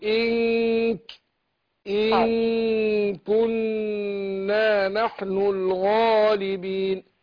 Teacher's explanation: إخفاء النون عند الكاف